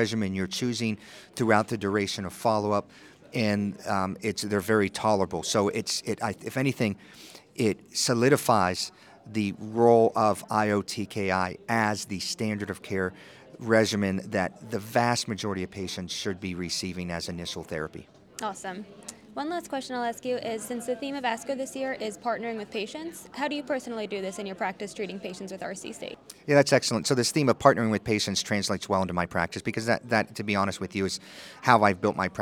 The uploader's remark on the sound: live interview recorded by Oncology Data Advisor at the 2023 American Society of Clinical Oncology (ASCO) Annual Meeting